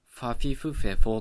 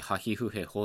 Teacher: ファフィフフェフォっていう唇を使う摩擦音になって、まあ、現代ではさらにハヒフヘホっていう唇を使わない摩擦音に変わってしまったんですね